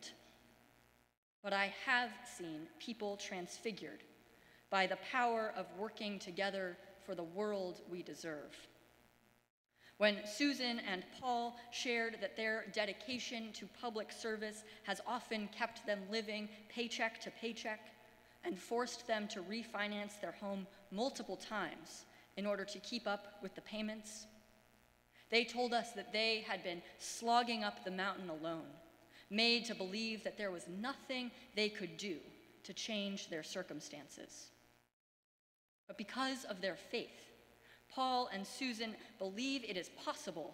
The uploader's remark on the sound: Sermons from Old South Church in Boston